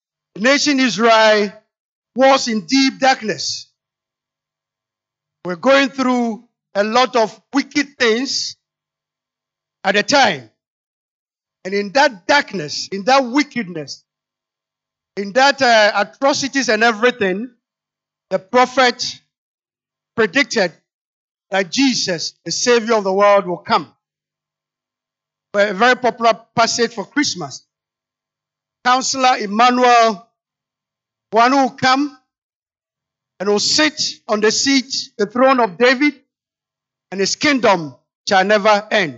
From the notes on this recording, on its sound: Sermon preached at CBC Adabraka Campus